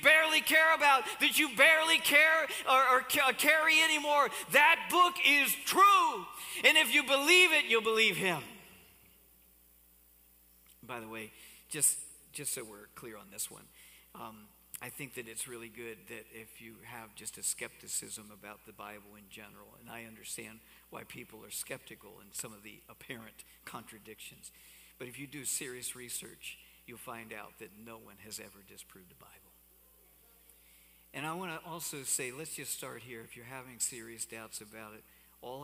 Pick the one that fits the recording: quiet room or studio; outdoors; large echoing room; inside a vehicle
large echoing room